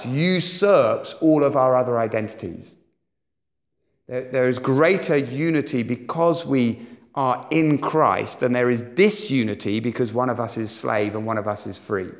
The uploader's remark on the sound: At Sandon Road Baptist Church.